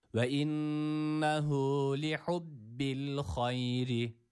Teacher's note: sakin olan y'den sonra gelen esreli olan ra harfi burada ince okunuyor. Yani i sesini veriyoruz buradaki ra'ya.